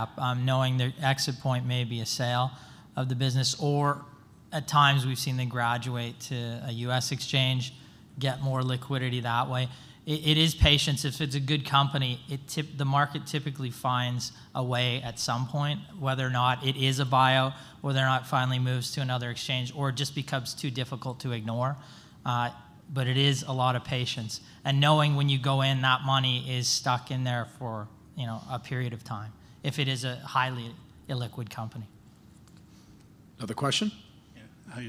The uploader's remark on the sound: Planet MicroCap Podcast: LIVE panel recording that we did last week at the Planet MicroCap Showcase 2023 at the Horseshoe Hotel & Casino in Las Vegas